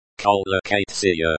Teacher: The stress is on the second syllable